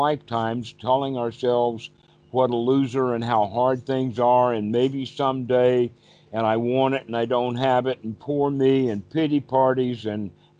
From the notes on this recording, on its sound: Skype calls on this channel.